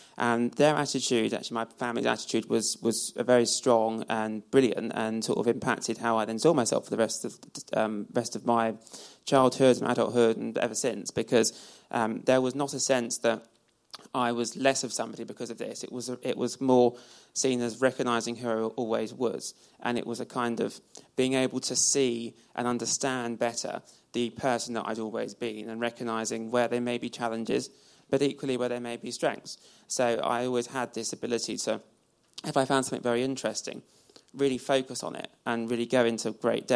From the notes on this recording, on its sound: At our recent 'The Pioneers' TED-style talk